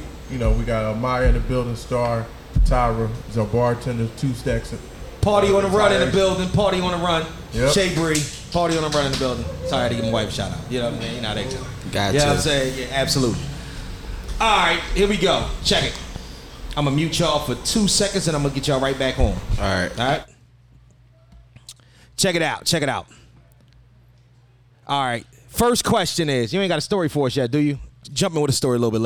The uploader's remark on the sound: Live from Krush Lounge!